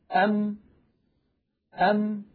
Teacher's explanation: كيف خرجت هذه الميم الساكنة؟ بتصادم الشفة العليا مع الشفة السفلى